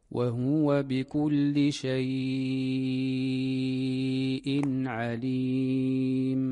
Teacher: هذه المرتبة الطولة التي هي الإشباع في اللين، ويختص بها الإمام ورش